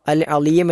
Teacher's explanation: പിന്നീട് ലാ, അൽ അലീം എന്നിടത്തുള്ള സാധാരണ നമുക്കറിയാവുന്നതായ ലാ ആണ് നാവ് മുൻപല്ലുകളിൽ സ്പർശിക്കുന്ന രൂപത്തിൽ ഉച്ചരിക്കേണ്ട ലാ എന്ന അക്ഷരം